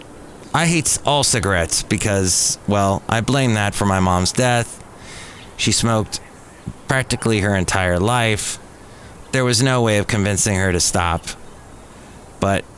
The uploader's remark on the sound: podcasts live from Café Anyway